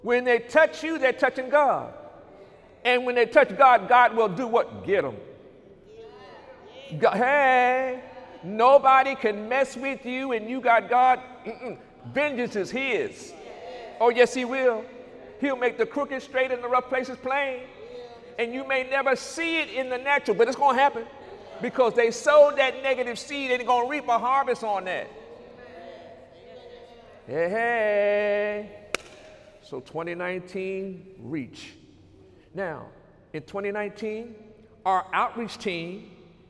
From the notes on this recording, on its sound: During Sunday morning service on October 8, 2019